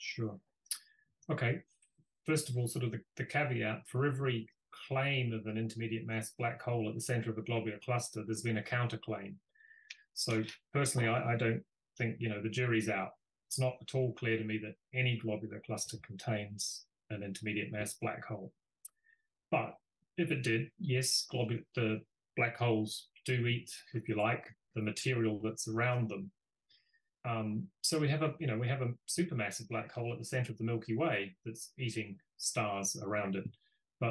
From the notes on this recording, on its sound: This podcast was recorded on Zoom.